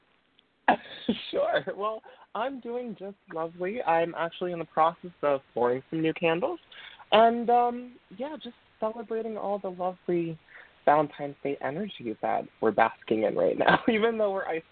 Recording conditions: phone line